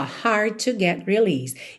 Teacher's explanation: hard to, junta num som só